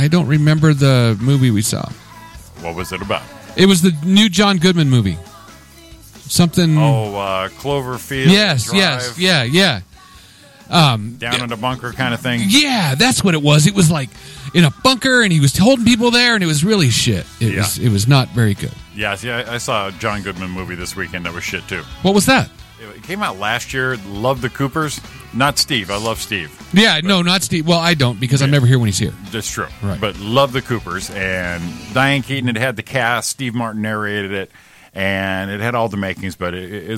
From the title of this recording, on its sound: All Phone Lines Lit